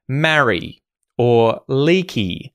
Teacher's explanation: if you hear the E vowel sound at the ends of words, so for example, marry or leaky, it can be pronounced slightly shorter